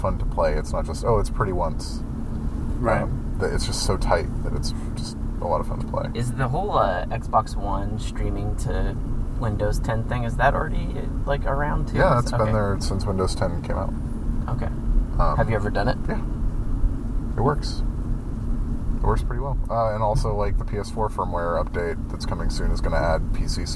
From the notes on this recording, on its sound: This week started as a dinercast and turned into an odyssey of outdoor noises, construction, parks, poop, cars.